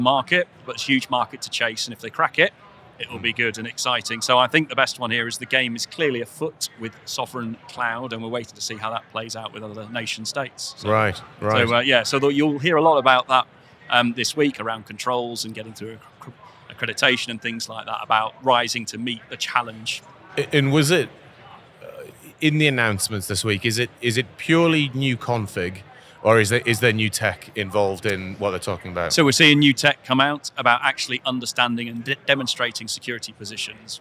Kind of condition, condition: setting, busy venue